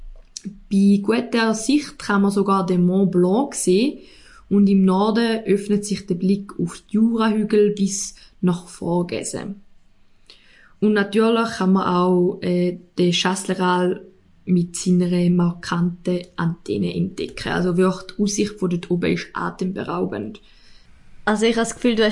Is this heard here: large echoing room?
no